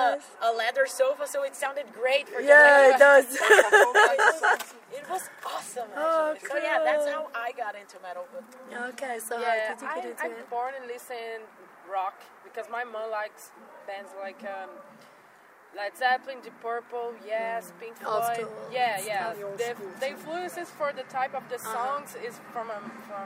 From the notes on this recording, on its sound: Interview at Summerrock Festival Belgium